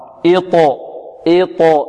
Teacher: الطاء هنا مقلقلة ومفخمة